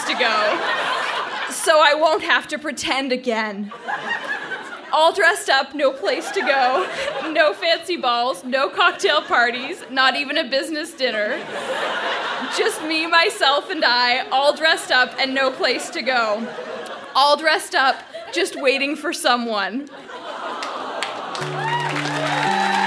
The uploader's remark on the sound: Recorded live at La Sala Rossa in Montréal, QC.